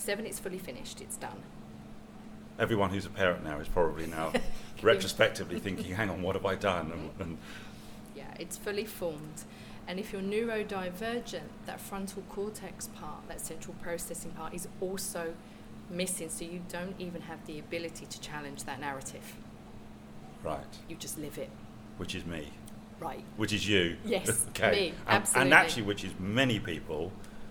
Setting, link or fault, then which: fault, sounds in the background